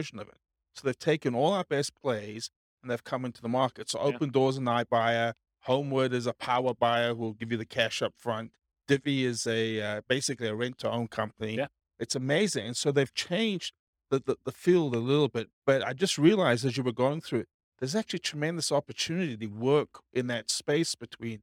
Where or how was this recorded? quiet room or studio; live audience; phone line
live audience